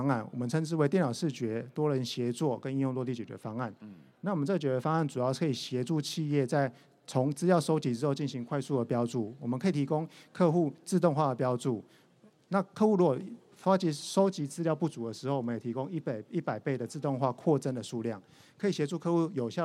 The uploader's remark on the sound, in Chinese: 本集節目於2022年「台灣國際智慧製造系統整合展（TIIM）」展期間錄製